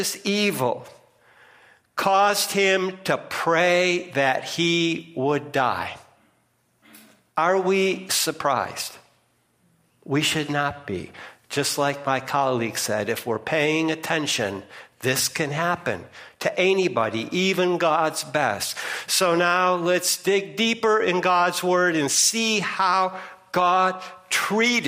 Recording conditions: large echoing room